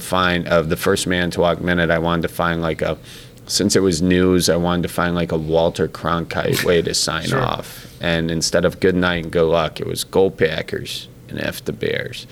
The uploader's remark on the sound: Recorded at Lambeau Field